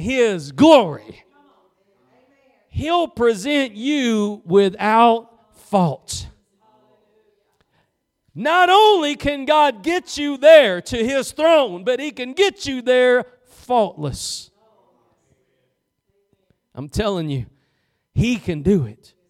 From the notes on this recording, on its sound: Preached at Gospel Lighthouse in Bossier City, La.